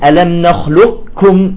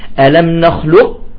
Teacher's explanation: إذن هذا يسمى الإدغام الناقص، يعني ذهبت القاف وبقي صفة لها، صفة الاستعلاء